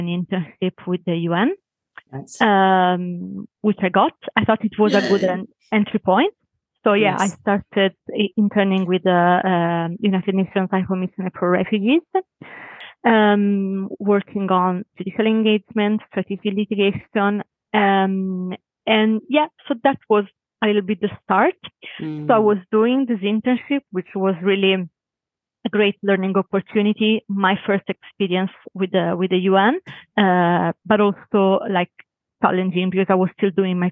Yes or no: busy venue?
no